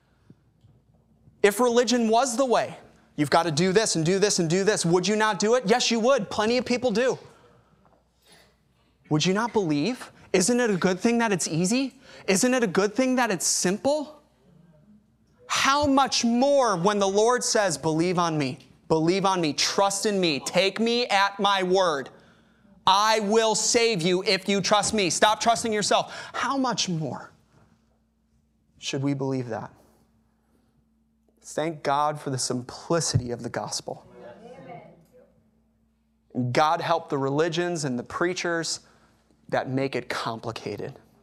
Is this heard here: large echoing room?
yes